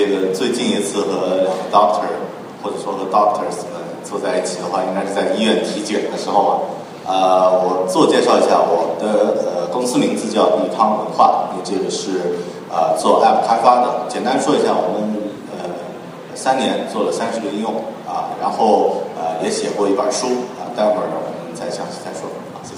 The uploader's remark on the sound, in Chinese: 本期节目为MIA 2013交互设计论坛的发言录音整理而成。现场录音效果一般，对音质要求较高的朋友请慎重下载。